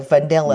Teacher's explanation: the amphibrach, which is three syllables with a stress on the middle syllable